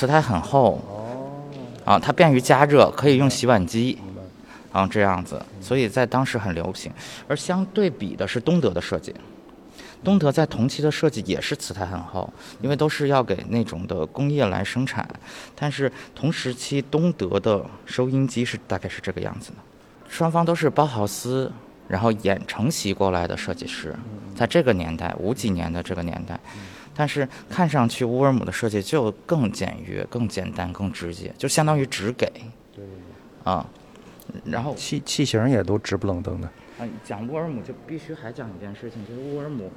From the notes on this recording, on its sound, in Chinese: 本期节目尝试了一种新的节目录音形态。带着录音机跟嘉宾一起去看展，边看展边录音。在清华大学艺术博物馆四层14号展厅展出。